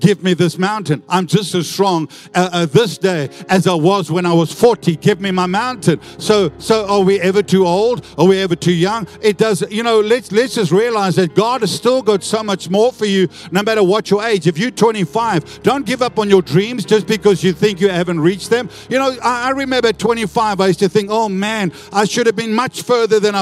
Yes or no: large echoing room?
yes